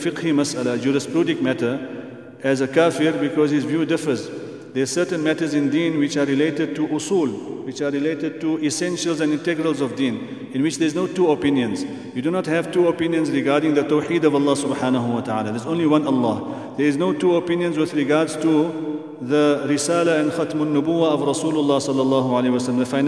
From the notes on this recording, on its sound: at the Houghton Masjid (West Street)